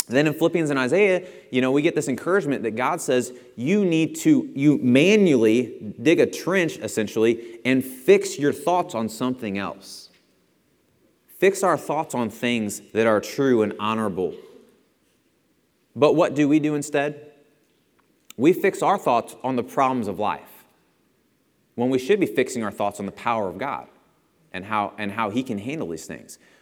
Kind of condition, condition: setting, large echoing room